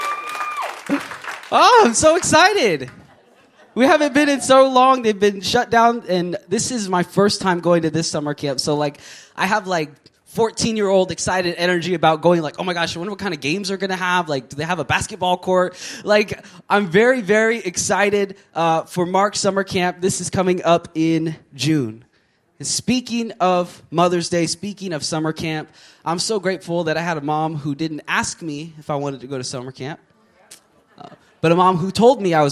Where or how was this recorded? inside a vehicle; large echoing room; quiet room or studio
large echoing room